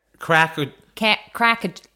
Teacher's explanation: Drop that R on Cracker. · Term: drop some R's